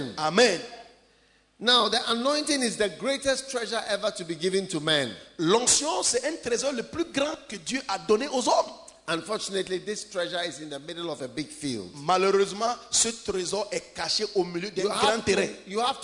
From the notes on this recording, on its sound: Preached at a Healing Jesus Campaign Pastors' Conference in Bertoua, Cameroon